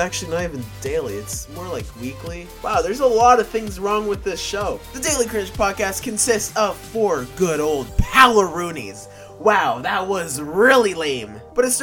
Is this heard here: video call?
no